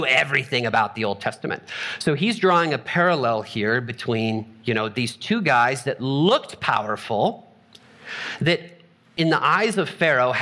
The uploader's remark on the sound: Trinity Anglican Church Littleton, CO